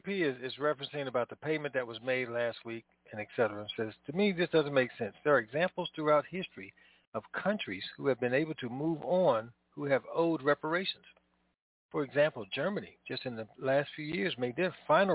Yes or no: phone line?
yes